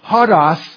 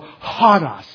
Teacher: you make it a rough sound and you go hodos. You put the H sound in front of it. · Shown in: second take · It's a breath sound. · Term: rough breathing